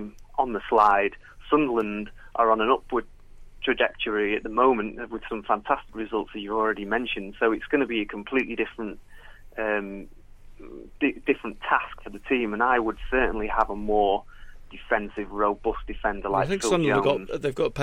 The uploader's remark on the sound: Joined us in the studio. Joined us on the phone to review the Manchester United game.